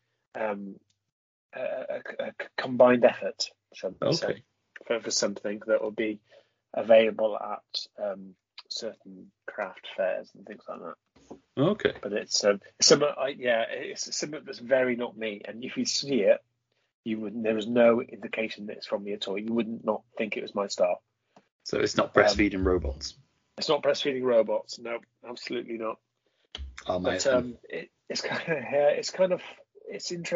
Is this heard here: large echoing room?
no